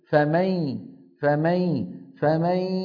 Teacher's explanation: ويبقى من النون غنتها، ما عاد طرف اللسان يقرع مخرج النون، يعني ما أقول فمن يعمل فمن، ما في فمن، اللسان بطل عمله، بقي من الميم شو؟ · Term: إدغام بغنة